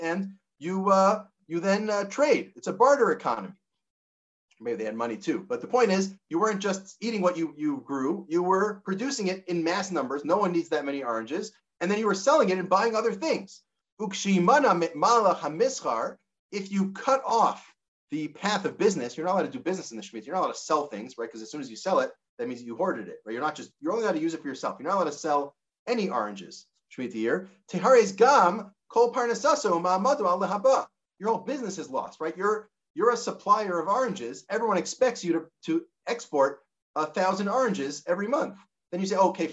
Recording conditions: video call